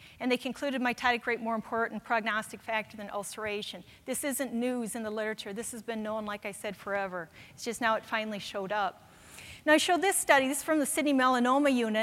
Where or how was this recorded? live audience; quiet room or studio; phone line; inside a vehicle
live audience